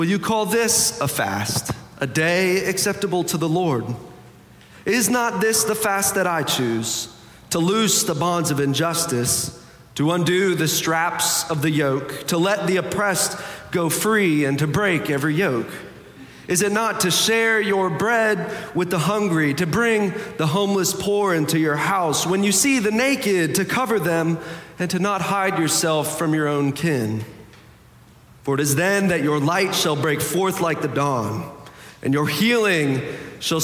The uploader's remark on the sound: Preached on February 5, 2023 for our Sanctuary and MorningSong Worship Services.